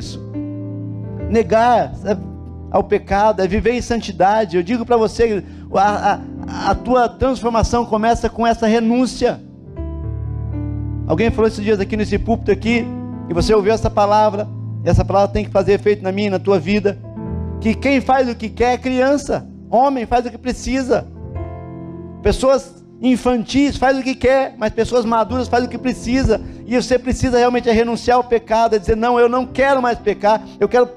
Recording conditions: large echoing room